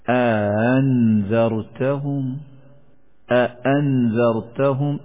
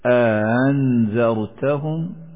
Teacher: اگر دوسرا حمزہ مفتوح ہو تو حمزہ اور الف کے درمیان پڑھیں گے · Shown in: second take · Term: تسہیل been been